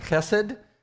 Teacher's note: You got to have a kind of a guttural spitting kind of sound when you make it, because there's two Hebrew words or letters for H. · Term: guttural sound